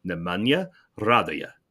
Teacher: you're not supposed to emphasize a second syllable in his name. It is not Radoya.